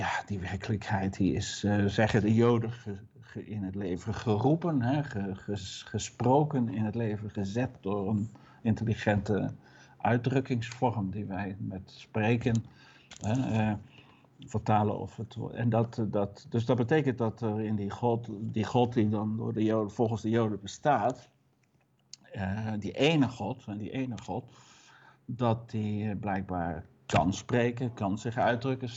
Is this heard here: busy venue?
no